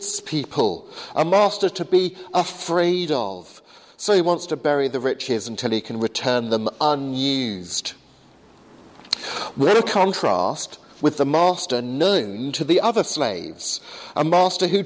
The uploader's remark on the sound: Delivered to the 8am service at Highfield Church Southampton.